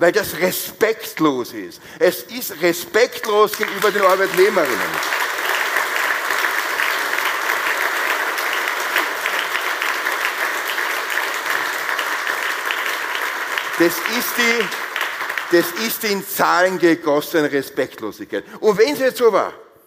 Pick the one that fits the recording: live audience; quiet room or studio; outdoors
live audience